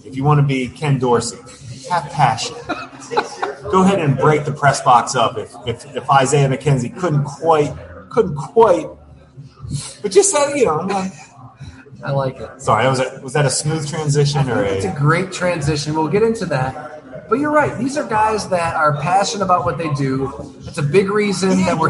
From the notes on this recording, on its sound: Live from Fattey Beer Company